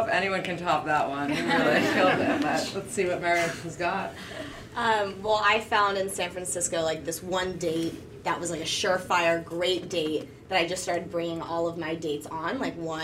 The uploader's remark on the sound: is a recording of We Met At UJA, our live panel event